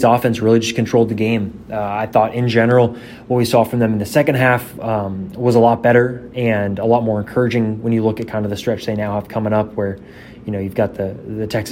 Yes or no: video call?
no